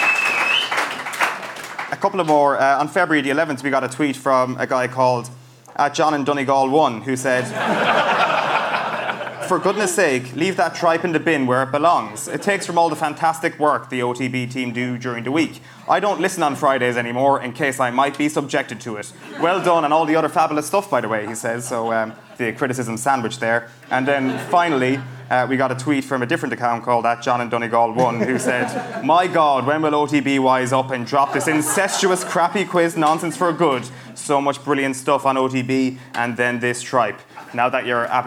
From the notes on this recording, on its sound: The Crappy Quiz in Galway. Live at the Roisin Dubh.